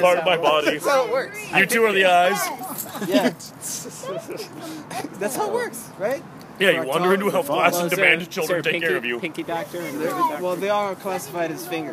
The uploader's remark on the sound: This show was recorded entirely in the parking lot at his party. There's a huge number of people talking.